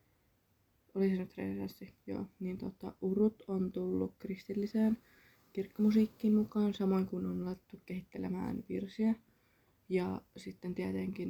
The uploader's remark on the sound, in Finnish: Pahoittelut hiljaisesta puheesta ja yleisesti mahdollisesta huonosta laadusta, tää oli varmaan 7 kerta ku äänitän tätä jaksoo ja sekin tapahtui hyvin myöhään yöllä.